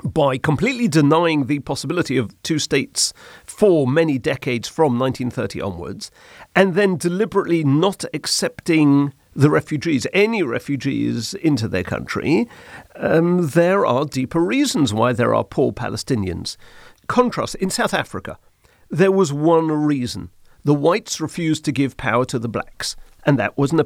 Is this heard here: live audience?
no